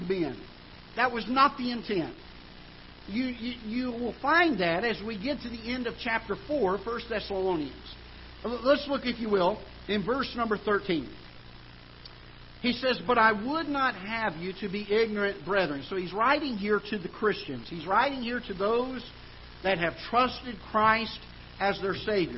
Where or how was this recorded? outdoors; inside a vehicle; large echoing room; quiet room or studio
large echoing room